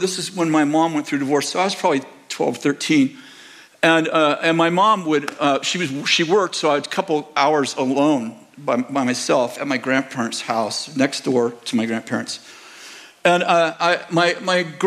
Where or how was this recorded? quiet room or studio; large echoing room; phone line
large echoing room